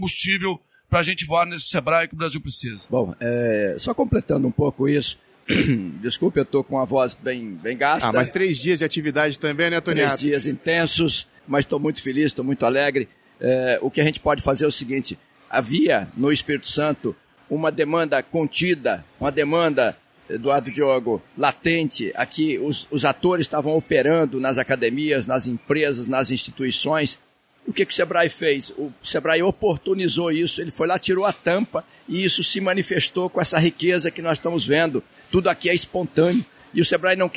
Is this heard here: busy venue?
yes